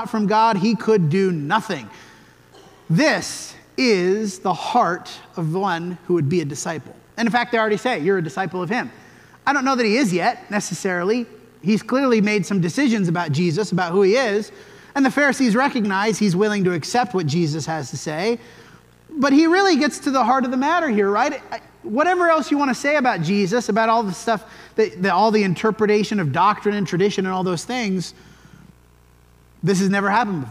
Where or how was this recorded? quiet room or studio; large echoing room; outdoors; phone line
large echoing room